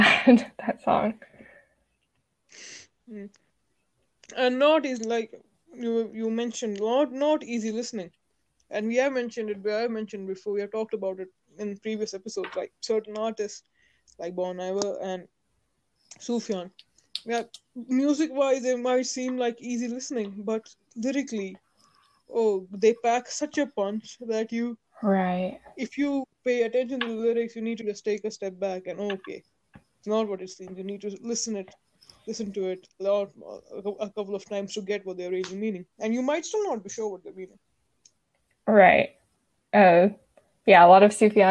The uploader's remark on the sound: From connection errors to shoddy audio quality, we faced it all.